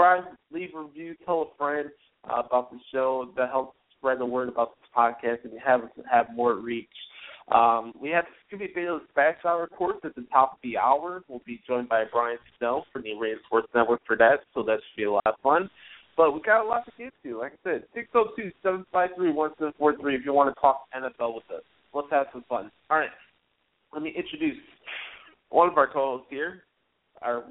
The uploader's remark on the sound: Your Phone Calls.